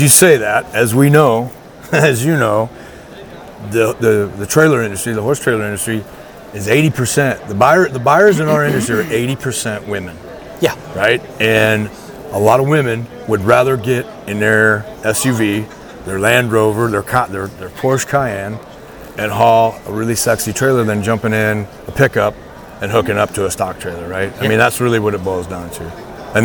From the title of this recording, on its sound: LIVE FROM NATDA SHOW IN NASHVILLE